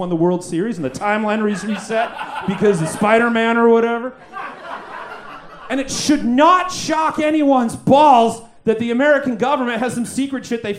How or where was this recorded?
live audience